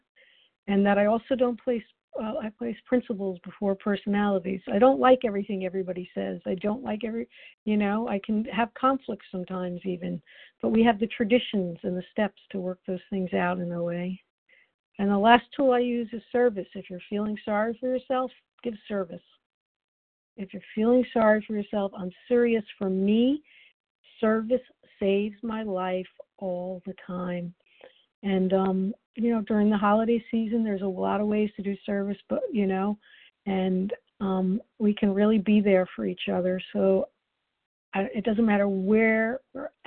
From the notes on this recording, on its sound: the 100 Pounders Phone Meeting